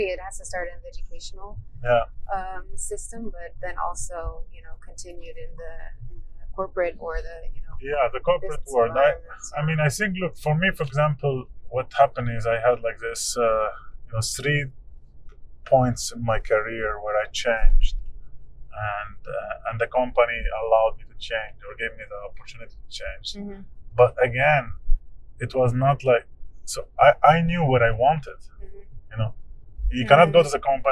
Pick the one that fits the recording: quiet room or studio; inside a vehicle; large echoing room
inside a vehicle